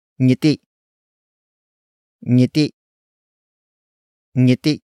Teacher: the root word ends with a vowel that has a glottal stop